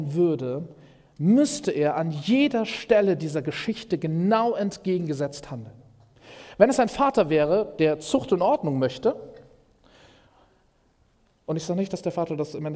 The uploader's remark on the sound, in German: Predigt im Rahmen des GreifBar+ Gottesdienstes